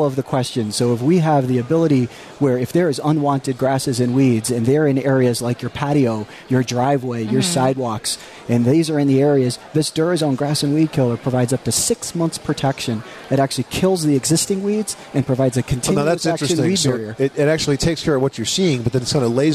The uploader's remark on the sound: Live from the National Hardware Show